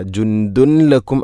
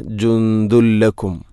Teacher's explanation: ജുന്ദുൻ, അതുപോലെ ദാലിൽ തൻവീനാണ്, ശേഷം ലാം. ഇദ്ഗാം ബിലാ ഗുന്ന, തൻവീനിനെ ലാമിലേക്ക് കൂട്ടിലയിപ്പിക്കണം. അപ്പോൾ ആ നൂനിൻ്റെ ശബ്ദം കേൾക്കൂല · Shown in: second take · ജുന്ദുൻ എന്ന ശബ്ദമില്ല.